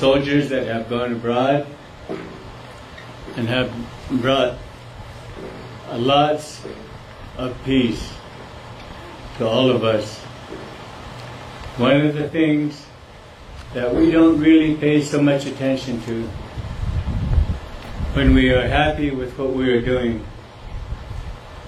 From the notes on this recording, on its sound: Members of the Montana Veterans Memorial Association held the Memorial Day Ceremony on 2 p.m. Youth assigned to local Boy Scout troops lead the participants and audience in the "Pledge of Allegiance."